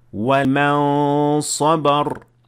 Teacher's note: we first pronounced the noon for 2 harakat, though not entirely the noon, only half of it, or only the ghunna. And then we started with the letter that follows it. · Term: ikhfa